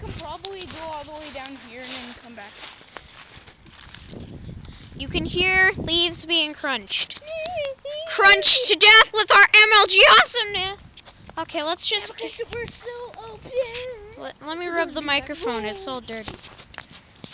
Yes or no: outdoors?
yes